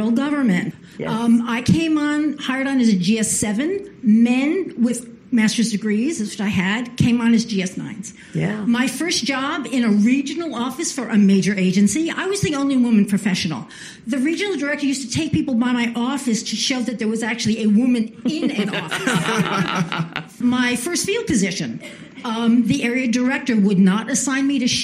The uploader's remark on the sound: as part of the Aspen Forum on Women and Girls at the Aspen Institute